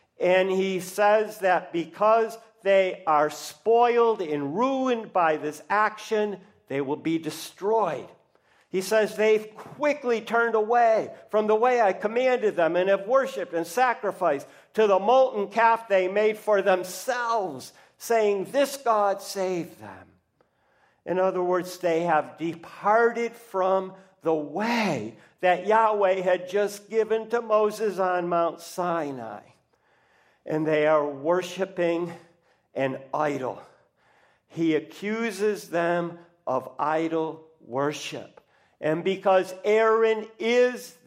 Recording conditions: large echoing room